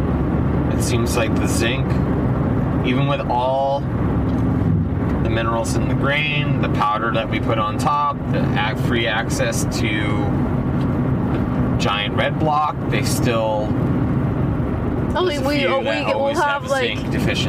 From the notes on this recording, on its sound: We're in the truck. Had him sit down with me to record some mini episodes.